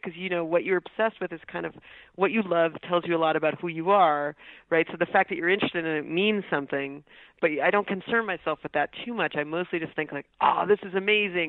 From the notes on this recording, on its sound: I spoke with her by phone. She was at home in Syracuse, New York.